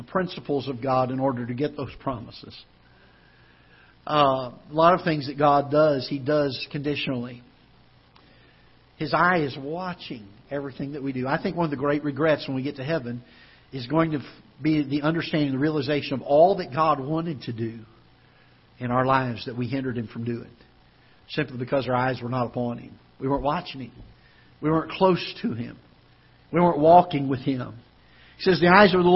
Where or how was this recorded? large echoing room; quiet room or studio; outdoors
large echoing room